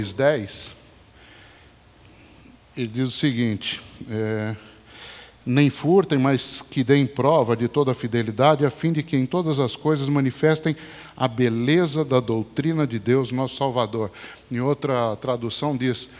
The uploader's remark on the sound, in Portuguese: Mensagem gravada na Igreja Batista Jardim Minesota